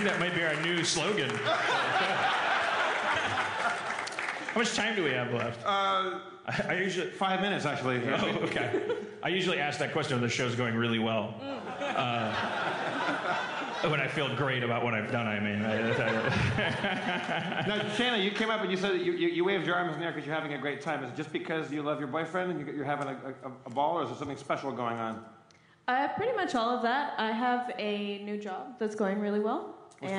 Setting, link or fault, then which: setting, live audience